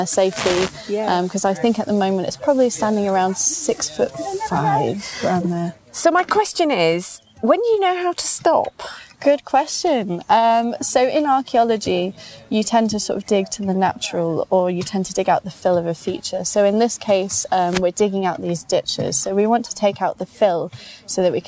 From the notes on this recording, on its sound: on-location podcast at Sudeley Castle and the site of Collyweston Palace